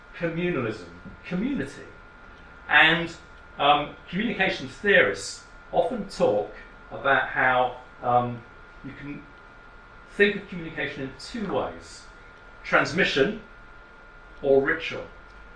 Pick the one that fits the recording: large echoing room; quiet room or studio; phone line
large echoing room